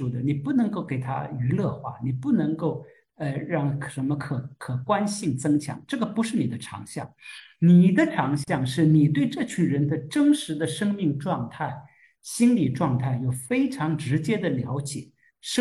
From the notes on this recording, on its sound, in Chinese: 线上活动的部分现场录音剪辑版